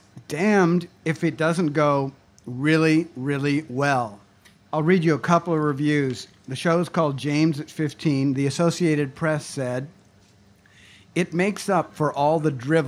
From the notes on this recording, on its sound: Recorded live at the legendary Red Key Tavern, May 8 2017